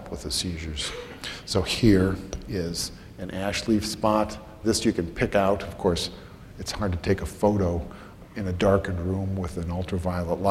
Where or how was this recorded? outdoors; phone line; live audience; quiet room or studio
live audience